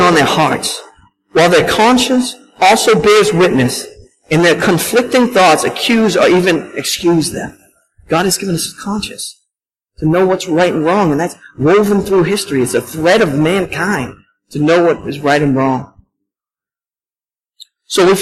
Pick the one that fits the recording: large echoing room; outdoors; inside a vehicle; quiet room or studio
large echoing room